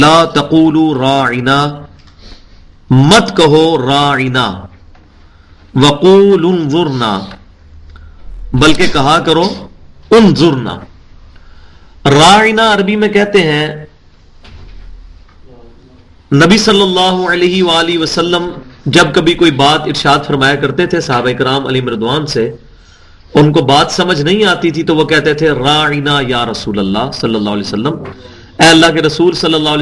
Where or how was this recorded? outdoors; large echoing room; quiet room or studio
large echoing room